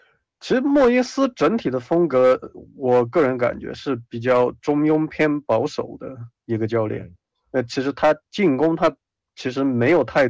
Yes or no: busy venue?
no